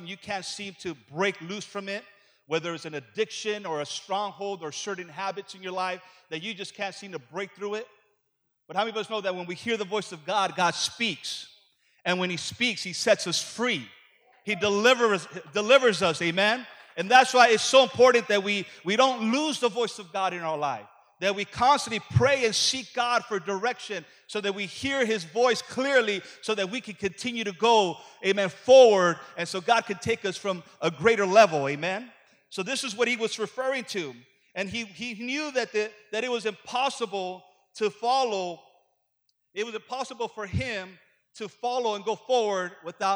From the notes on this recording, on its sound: Preaches as part of our AM sessions here at The Voice Conference 2018!